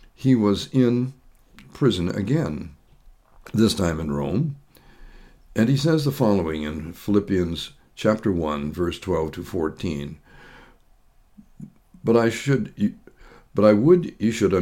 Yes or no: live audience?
no